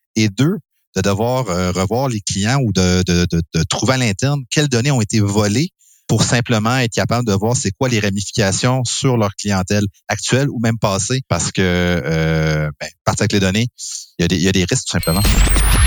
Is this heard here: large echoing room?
no